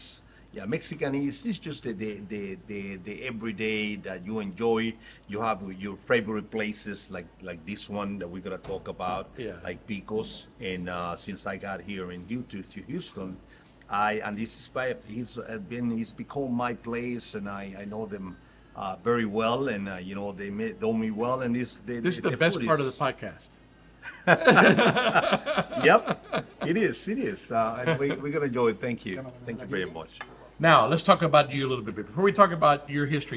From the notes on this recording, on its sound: All this while we enjoyed dinner and tequilas at Picos Mexican Restaurant in Houston, Texas.